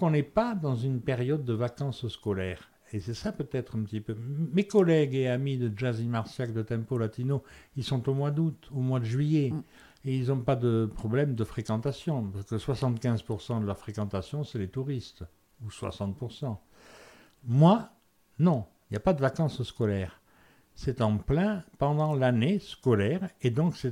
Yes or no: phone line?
no